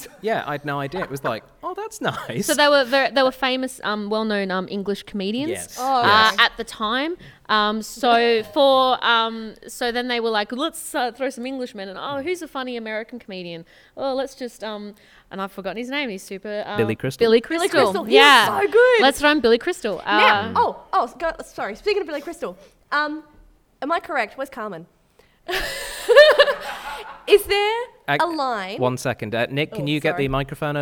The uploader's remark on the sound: CCUC LIVE! A live studio audience.